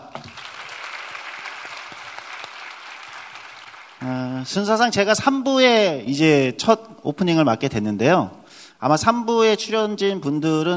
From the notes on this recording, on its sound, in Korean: 500회 특집 공개방송